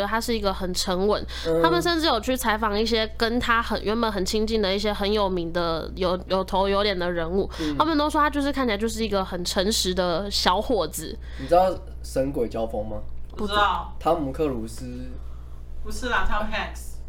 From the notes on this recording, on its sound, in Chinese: 這集還是有雜音請見諒